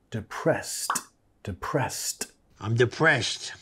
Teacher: Nota la ED. En este caso estamos pronunciando como una T.